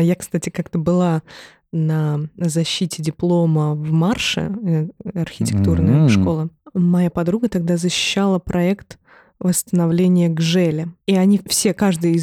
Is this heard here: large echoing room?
no